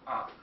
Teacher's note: звук А произносится, гласный А, полностью открытый рот